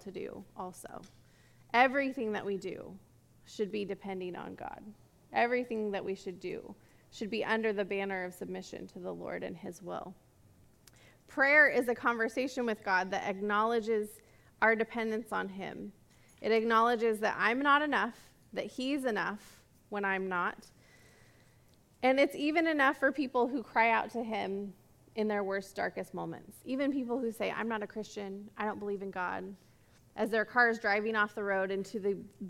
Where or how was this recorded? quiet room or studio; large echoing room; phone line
large echoing room